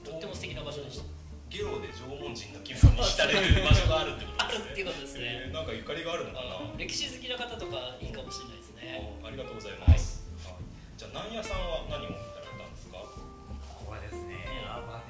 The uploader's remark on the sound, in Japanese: 出張収録シリーズでCODE for GIFUの夏合宿にお邪魔してます。下呂温泉のコワーキングスペースでどんなことをやっているのか聞いてみますよ。